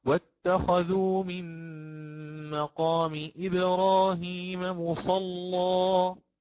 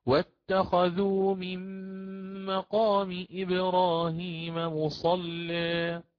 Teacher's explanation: أنا غلظت اللام أقرأ بالفتح. طيب، أنا أقرأ الآن بالتقليل في ذوات الياء حينها أرقق، حينها أرقق، فأقرأ واتخذوا من مقام إبراهيم مصلى، أرقق اللام ثم آتي بالتقليل · Shown in: second take · Term: تغليظ اللام